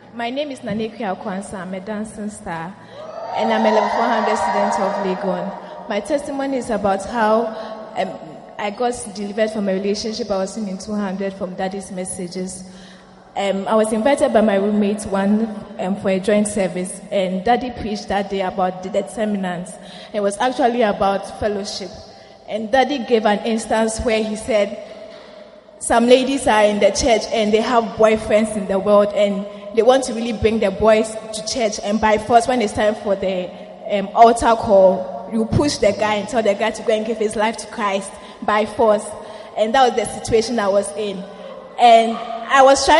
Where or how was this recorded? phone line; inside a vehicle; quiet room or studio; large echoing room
large echoing room